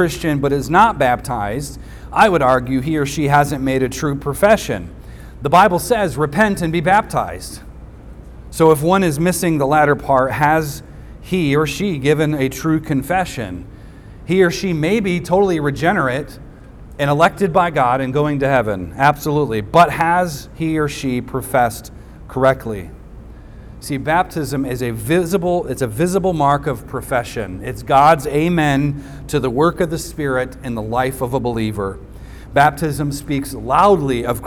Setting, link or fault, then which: setting, large echoing room